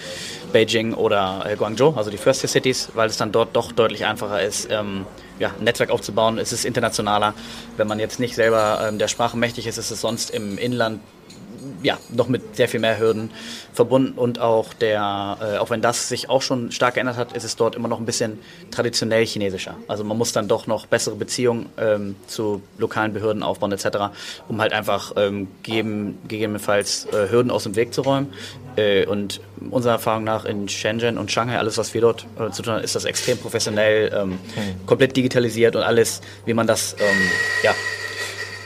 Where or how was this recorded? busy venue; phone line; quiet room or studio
busy venue